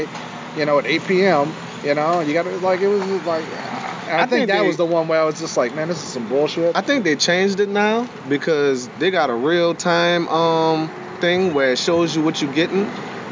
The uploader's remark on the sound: Live From Bayou Hot Wings